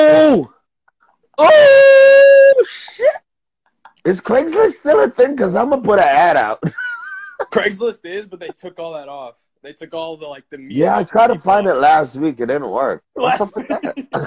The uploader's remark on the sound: went live on Instagram